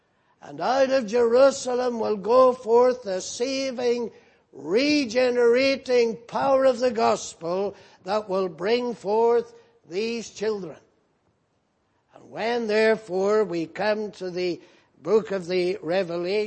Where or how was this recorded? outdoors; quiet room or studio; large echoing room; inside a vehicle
large echoing room